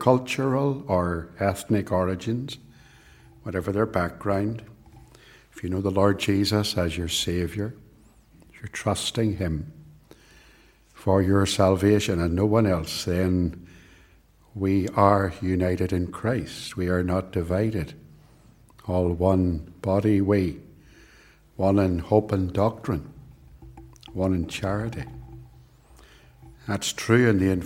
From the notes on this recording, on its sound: This sermon was preached at both Ballymacashon and Templepatrick Reformed Church. It was recorded at Templepatrick and is used here with their kind permission.